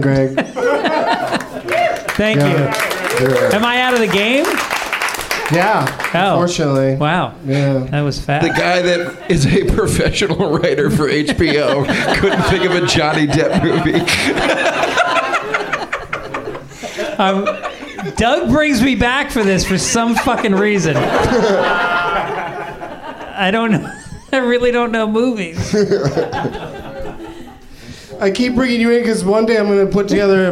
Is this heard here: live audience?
yes